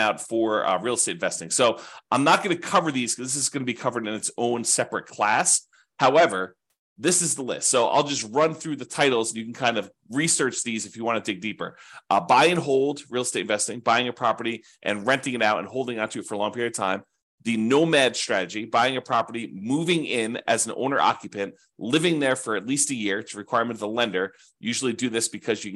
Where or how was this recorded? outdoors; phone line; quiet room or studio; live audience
quiet room or studio